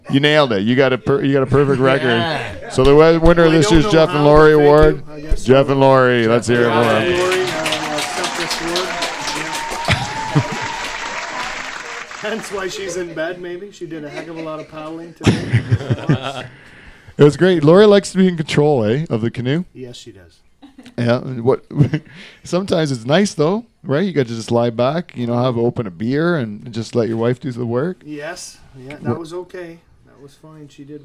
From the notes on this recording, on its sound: The Dutch Hall comes to you live this week from Turkey Point.